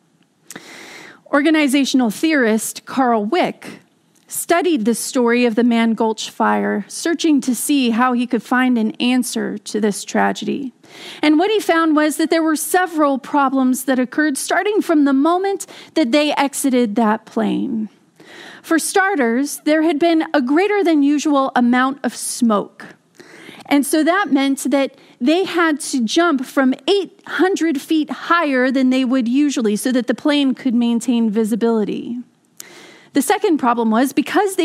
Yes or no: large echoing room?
yes